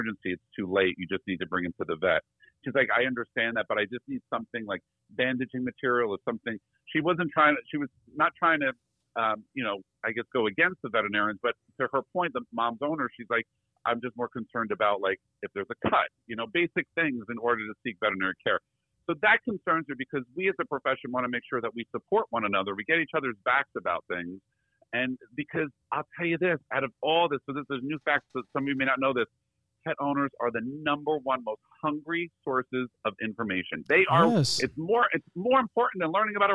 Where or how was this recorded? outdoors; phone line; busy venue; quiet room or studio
phone line